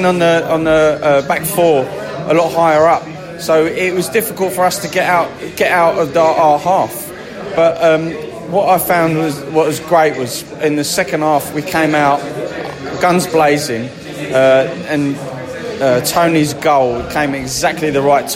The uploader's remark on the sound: post-match podcast from the pub